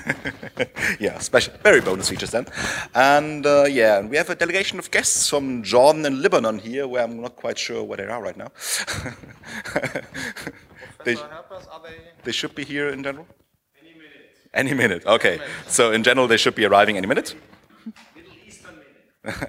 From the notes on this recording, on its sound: Init (froscon2014). The opening event of the conference.